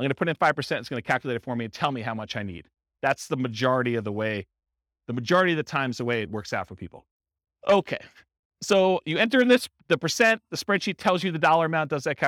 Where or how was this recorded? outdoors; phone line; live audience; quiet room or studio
live audience